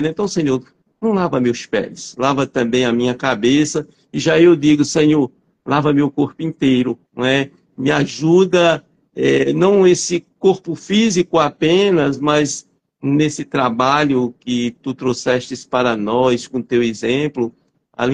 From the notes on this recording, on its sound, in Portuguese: Live realizada através do Instagram